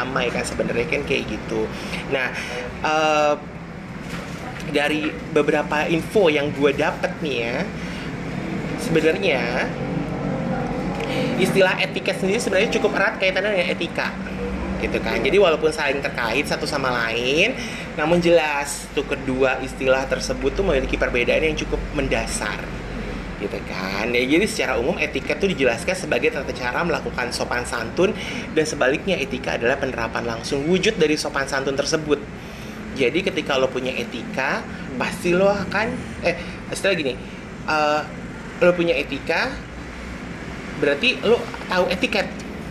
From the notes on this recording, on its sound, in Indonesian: Ngobrol Tentang Etika dan Etiket dengan Backsound Jalanan.